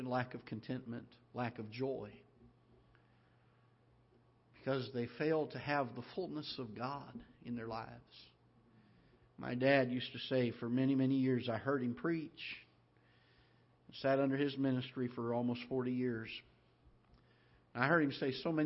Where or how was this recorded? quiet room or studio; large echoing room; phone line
large echoing room